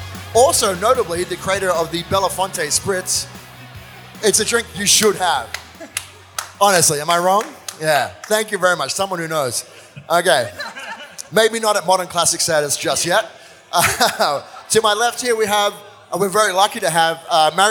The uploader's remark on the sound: This is a recording of a panel chat that I hosted the other week in Sydney at Paramount Liquor’s Future Proof Forum. It was a great night, a number of different distilleries and brands were on hand offering samples, and we had a great audience to listen to three of the talks on the night.